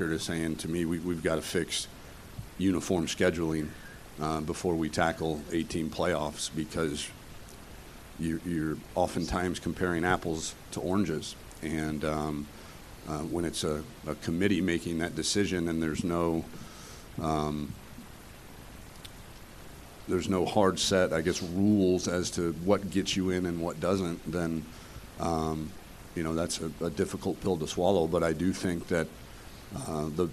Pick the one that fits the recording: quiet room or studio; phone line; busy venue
busy venue